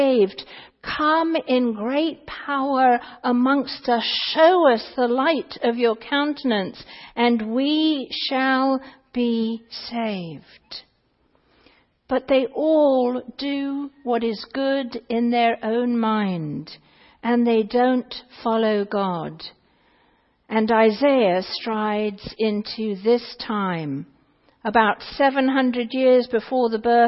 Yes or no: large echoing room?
yes